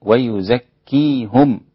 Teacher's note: قرأها الإمام يعقوب بضم الهاء